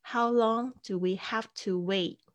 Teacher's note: 大家注意一下 wait 的发音是这个 a i 的这个 a 的声音